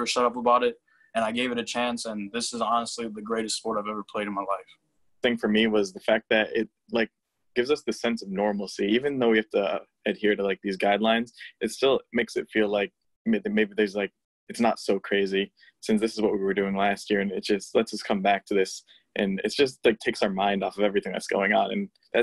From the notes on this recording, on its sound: This Week Via Zoom.